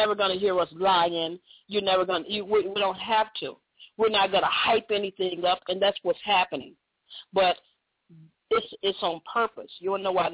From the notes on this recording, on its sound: opens up the phone lines